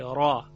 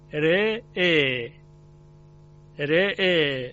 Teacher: را تفخیم میشه را، اما موقعی که امالش میکنیم ر، یعنی یه چیزی شبیه رای مکسور میشه که ترقیق شده · Term: اماله